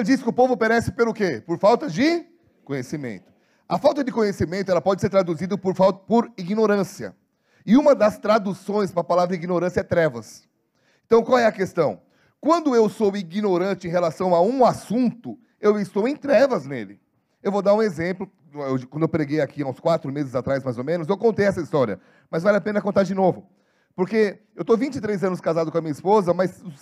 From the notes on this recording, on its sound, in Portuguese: Em nosso Culto de Celebração. Dia 06/11/2022 na Igreja ABA Curitiba (Transmitido ao vivo).